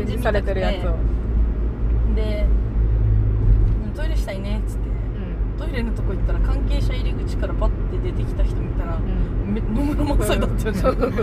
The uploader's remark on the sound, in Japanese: 狂言 を見に行った帰りにドライブ収録させていただいております。